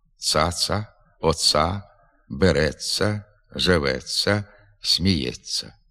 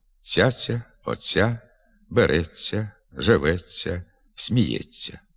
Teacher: звук «ц» твердо вимовляється перед голосним «а» · Shown in: first take